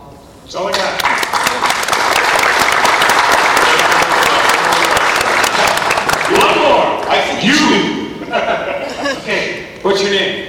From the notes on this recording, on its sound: Today I want to share some special non-Disney audio that I recorded at the Kansas City Comic Convention in 2016. I was very privilaged to sit up close in a panel.